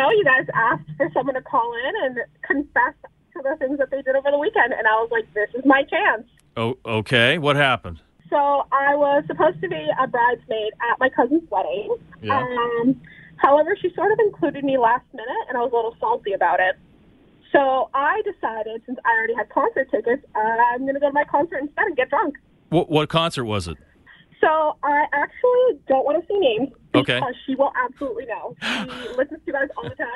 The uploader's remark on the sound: open up the phones and text line for you to get some stuff off your chest and vent!